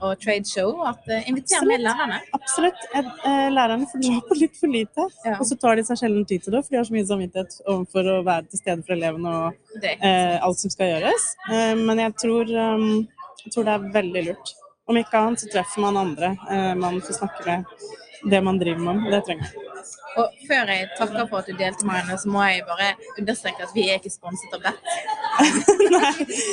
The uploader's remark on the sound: A glimpse of the world's largest tradeshow on education technology. Recorded at the tradeshow last year.